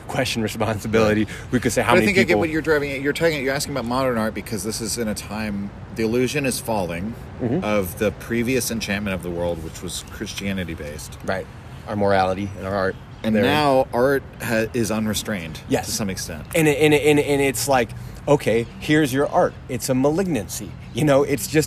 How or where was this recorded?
outdoors